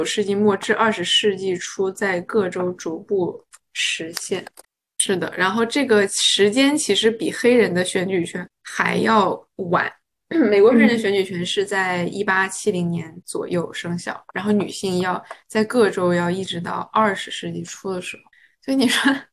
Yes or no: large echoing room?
no